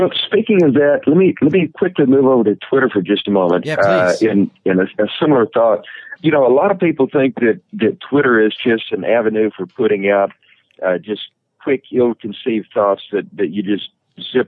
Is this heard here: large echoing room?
no